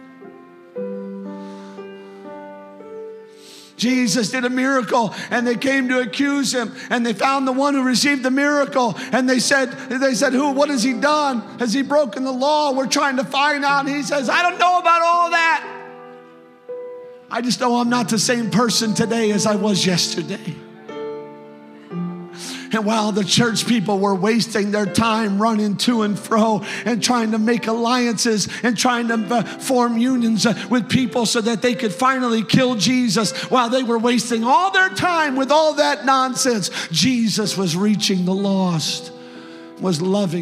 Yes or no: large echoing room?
yes